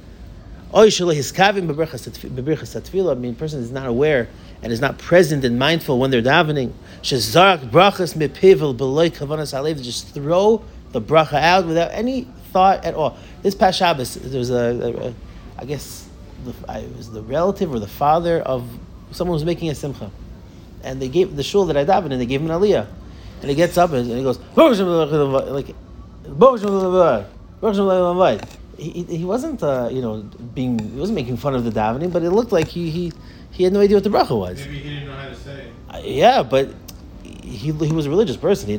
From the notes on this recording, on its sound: Delivered to the Avreichim of Kollel Nefesh HaChaim.